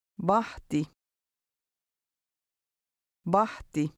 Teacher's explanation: Notice that the H is never silent in Finnish.